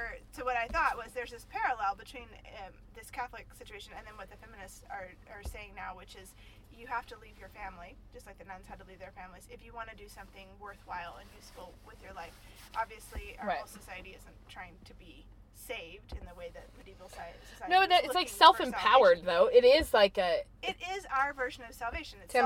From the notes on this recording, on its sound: Not only did we podcast while driving around town.